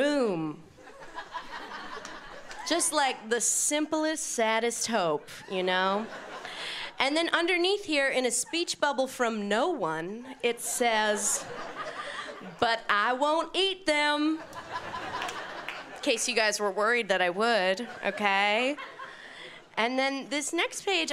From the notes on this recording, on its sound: Brings her comedy to the Montreal Festival.